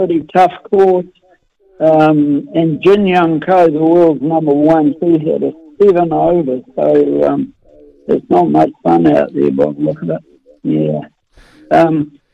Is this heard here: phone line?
yes